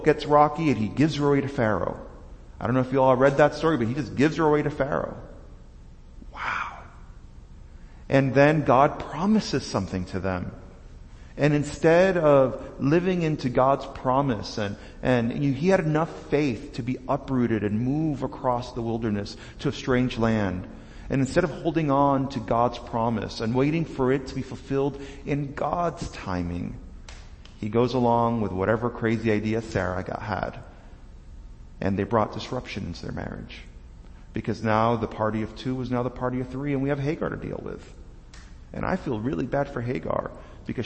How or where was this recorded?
large echoing room